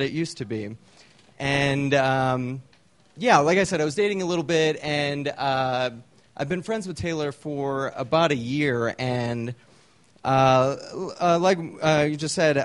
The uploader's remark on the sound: These stories were recorded at The Deer Pile